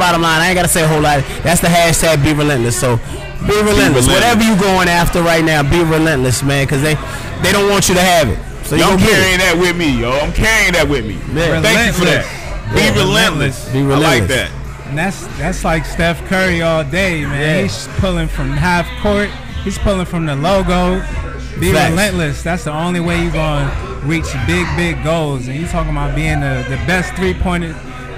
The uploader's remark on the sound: New Episode recorded LIVE at the 93.9 Power Hitz Radio Christmas Toy Drive..